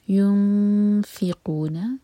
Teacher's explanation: اخفاء سے کریں گے کہ فا کے لیے زبان تیار ہو، اور دو سیکنڈ کا ٹائم.